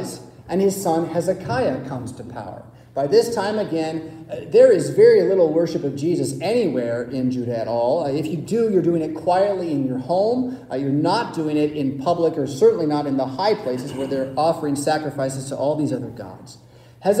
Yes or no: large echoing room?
yes